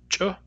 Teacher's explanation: The place of C wedge, as we just discussed, is the hard palate. It is a palatal sound. And its manner is affricate.